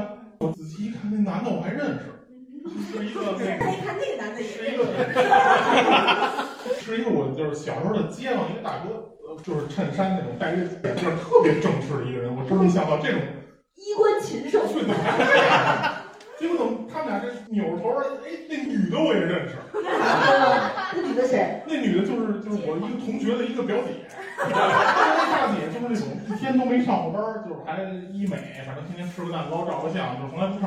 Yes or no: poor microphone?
yes